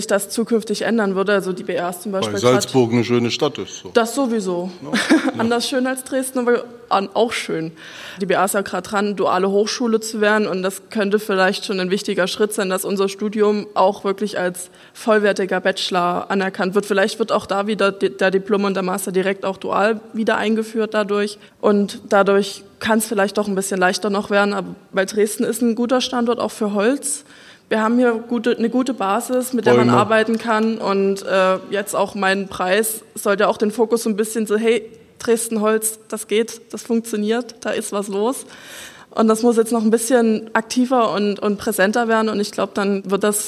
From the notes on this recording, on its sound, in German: Live aufgenommen von Johannes Gerstengarbe ( Ballroom Studios ) im Kulturpalast Dresden. Die Podcast-Episoden werden während besonderer Anlässe wie der Zusammenkunft des Oberbürgermeisters mit den Preisträgerinnen und Preisträgern des DRESDEN EXCELLENCE AWARD aufgenommen.